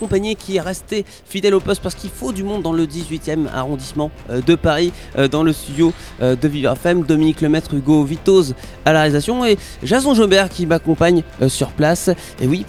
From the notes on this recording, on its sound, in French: en direct de Roland Garros